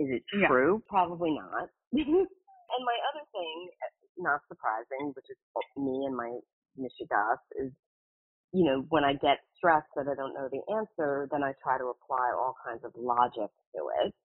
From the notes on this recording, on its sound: All of these coaching calls have been recorded with permission, and the sound quality may vary. Listen in to a recent call I had with a client of mine who was having trouble with this.